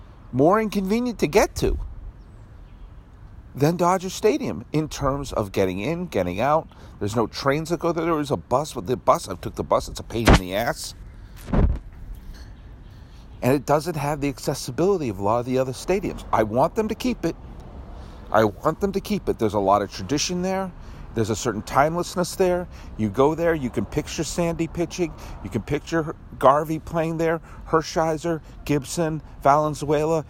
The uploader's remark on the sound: Outside Dodger Stadium